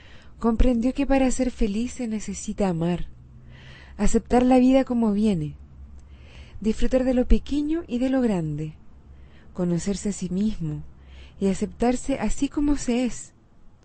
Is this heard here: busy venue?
no